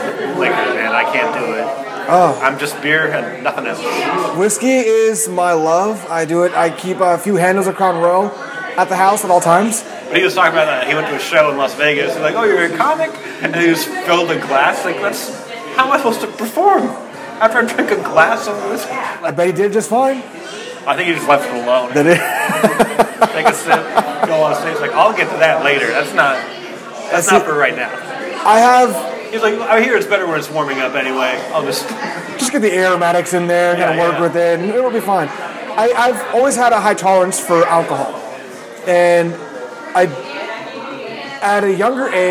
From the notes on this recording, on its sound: record live in Claimstake Brewery